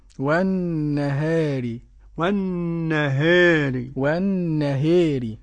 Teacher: والنهار قرأ ورش بتقليل الألف قبل الراء المكسورة